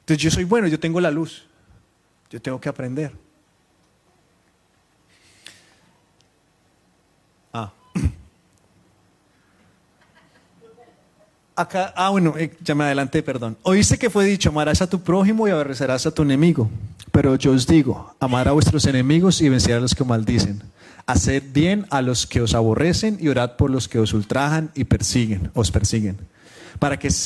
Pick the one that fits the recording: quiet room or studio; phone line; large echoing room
large echoing room